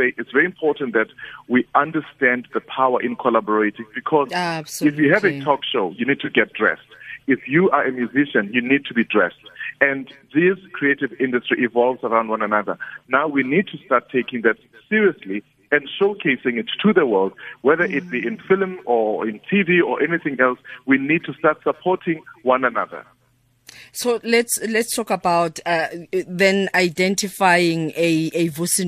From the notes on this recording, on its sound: GUEST (phone)